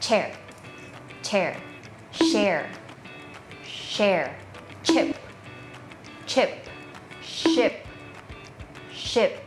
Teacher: ทั้ง2เสียงมันเป็น voicelessหรือ unvoicedก็คือไม่ใช้เส้นเสียงเลยค่ะมันจะไม่สั่นที่เส้นเสียงเลย